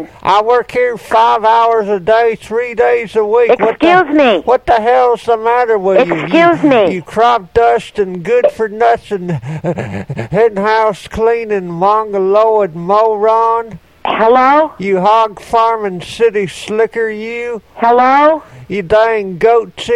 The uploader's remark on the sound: Prank Phone Calls.